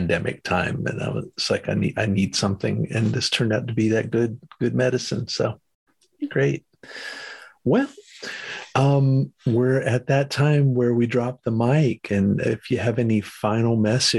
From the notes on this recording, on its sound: Recorded 1.17.2023 in Raleigh, NC and Kamloops, BC on Zoom